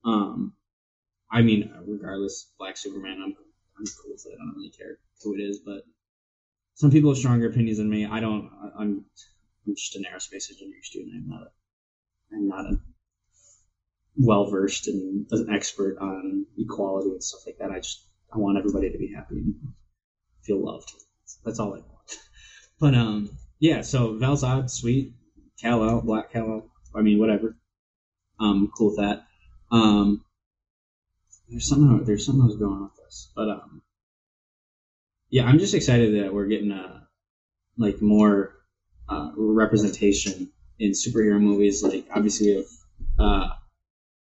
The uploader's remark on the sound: I would like to first apologize for the garbage audio; turns out instead of inputting through my microphone, the system ran my audio through my webcam.